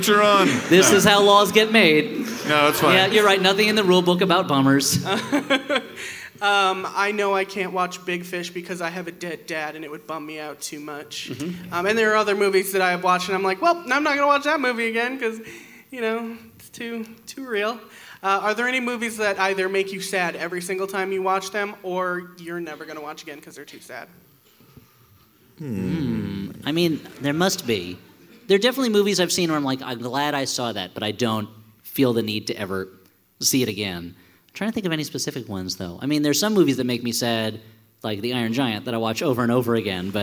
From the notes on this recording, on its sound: This full-sized live show. Here's our live Hellboy (2019) show from The Parkway theater in Minneapolis, MN!